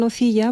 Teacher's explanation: La N es un sonido nasal, suave, que nos lleva a ideas de cremosidad